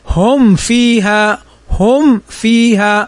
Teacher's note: لأن الميم مخرجها من الشفتين، والفاء أيضا قريبة من مخرج الشفتين فتشتبه · Term: الإظهار الشفوي